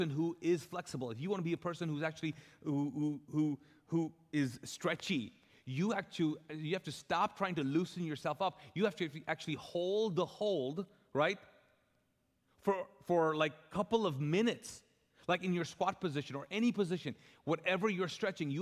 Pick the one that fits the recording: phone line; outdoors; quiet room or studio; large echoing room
large echoing room